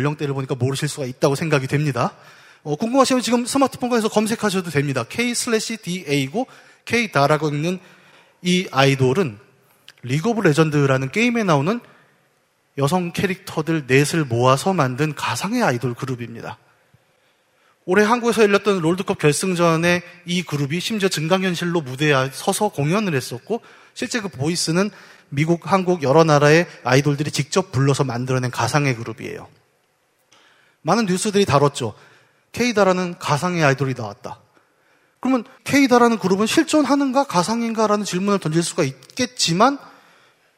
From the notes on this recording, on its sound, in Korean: 300회특집 공개방송